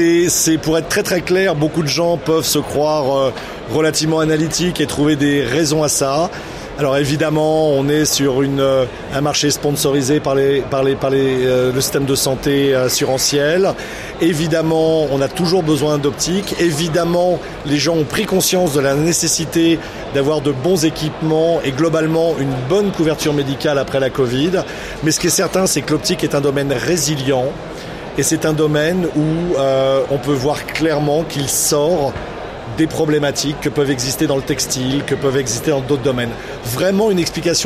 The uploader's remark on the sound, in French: Épisode 4 "en direct" du Silmo Paris 2023